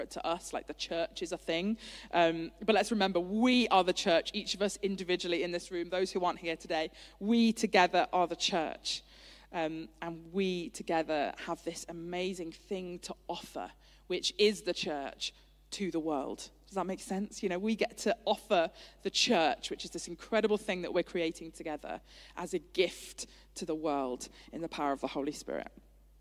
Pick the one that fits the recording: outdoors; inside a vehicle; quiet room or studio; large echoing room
large echoing room